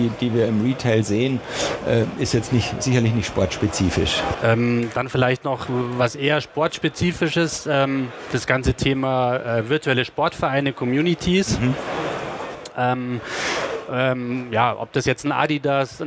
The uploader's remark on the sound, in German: aufgezeichnet auf der Internet World Expo 2018 in München